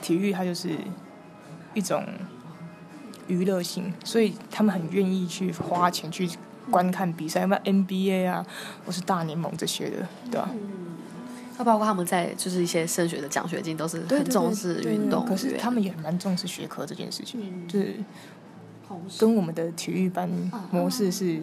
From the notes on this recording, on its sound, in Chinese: 節目訪談主要以外景採訪形式進行，僅以手機錄音，音質不佳之處敬請見諒。